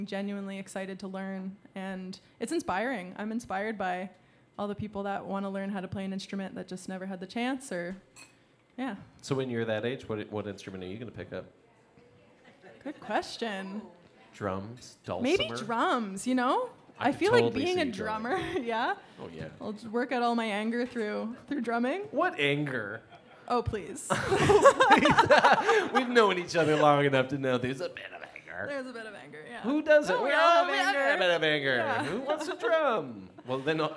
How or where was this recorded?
live audience